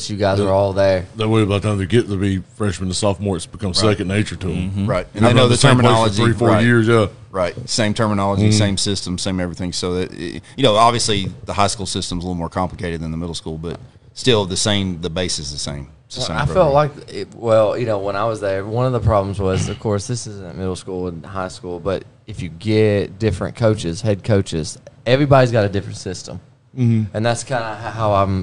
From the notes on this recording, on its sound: We're Live at Barrel House BBQ!